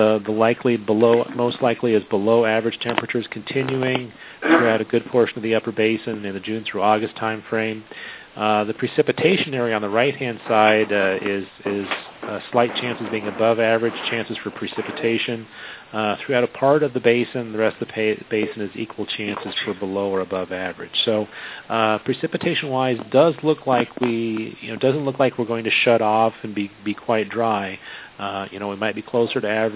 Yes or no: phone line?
yes